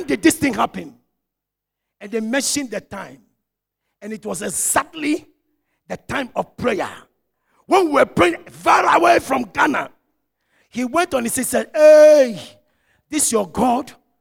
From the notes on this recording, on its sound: Sermon preached at CBC Shiashie Campus